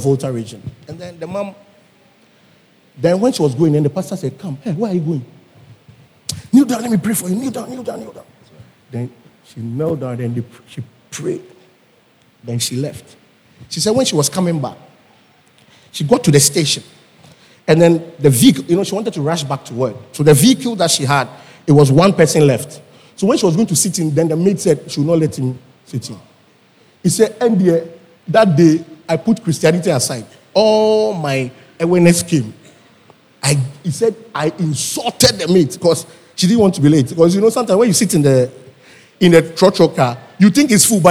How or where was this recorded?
large echoing room